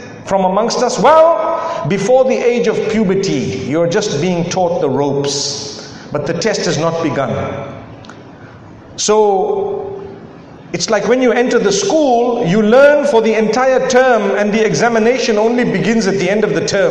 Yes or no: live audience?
yes